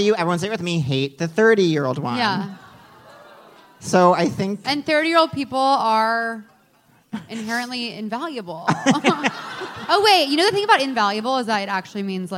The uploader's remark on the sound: live on stage at The Bell House